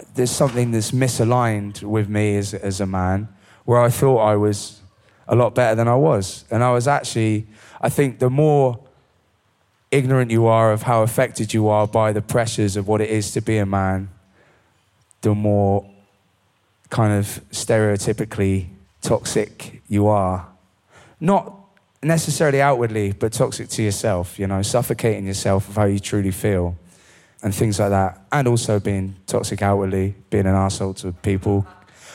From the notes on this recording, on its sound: Live audience Q&A. This Q&A was recorded at the wonderful Barras Art & Design in Glasgow.